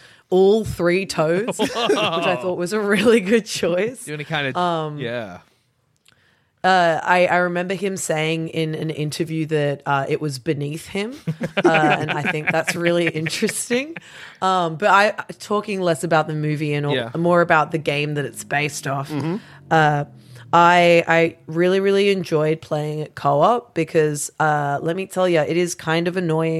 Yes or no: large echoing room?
no